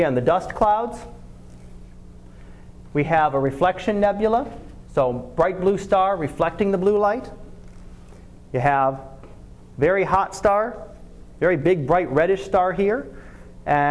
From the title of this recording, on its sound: Live Class Lecture